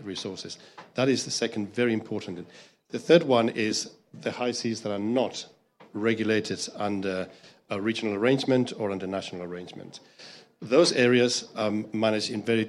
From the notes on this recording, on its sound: Foreign Policy teamed up with the Walton Family Foundation for a live podcast taping at COP28.